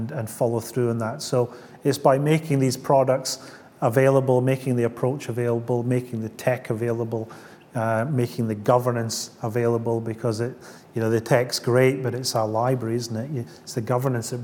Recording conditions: live audience